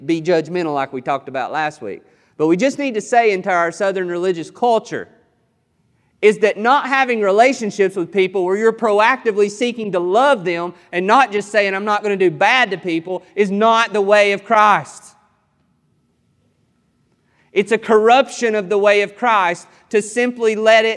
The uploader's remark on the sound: This sermon was recorded on July 18th, 2021 at Matthew's Table Church in Cleveland, TN